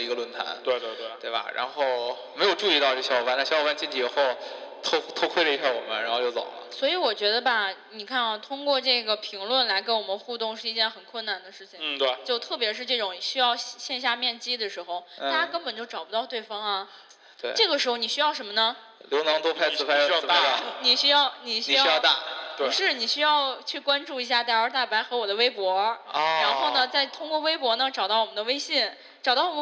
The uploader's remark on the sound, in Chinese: 因为展会的原因，我们只能抽空为大家录节目。整个现场出现了不可言说的情况（大概就是，突然冲进来一辆车开始拆除场馆设施，我们录音的设备也被断了电···），而录的声音也变成了蜜汁回声。